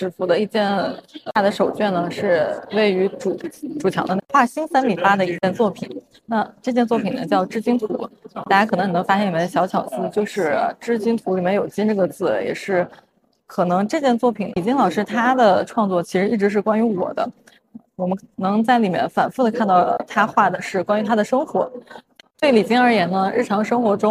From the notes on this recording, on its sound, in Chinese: 西岸现场快问快答。现场观展客人众多，杂音较重。本次我们特别邀请了西岸艺博会现场的画廊主理团队接受我们的快闪提问与部分作品导览解读。